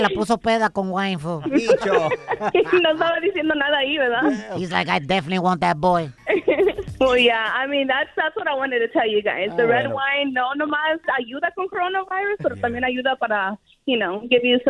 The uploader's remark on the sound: we opened up the phone lines